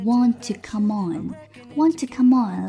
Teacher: 两个 tt，所以呢，读一个就好